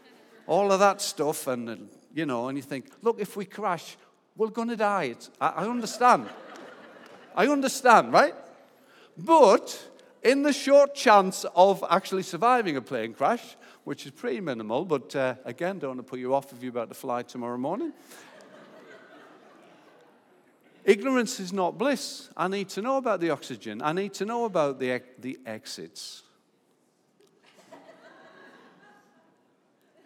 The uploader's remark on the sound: Recorded live at Life Church